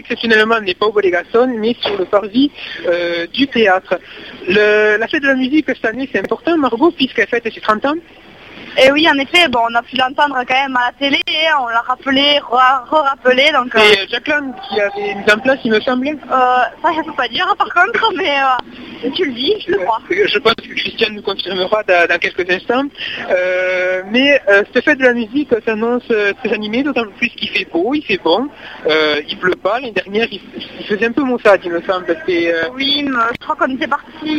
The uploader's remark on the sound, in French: Vous retrouvent par téléphone en direct de Castres pour la Fête de la Musique !